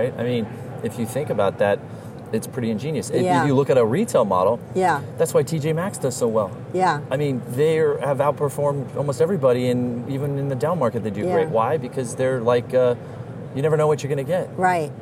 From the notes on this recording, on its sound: Live from ICSC RECON in Las Vegas